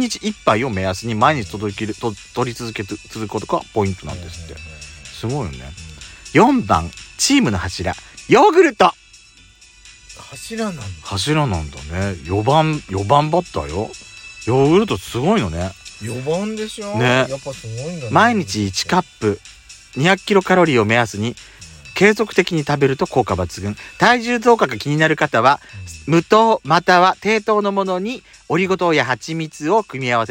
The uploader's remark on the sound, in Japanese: 2人組。パーキング収録。